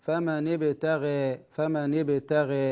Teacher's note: ومع تقليل الألف الغين تكون في أقل مراتب التفخيم. فمن ابتغى هكذا.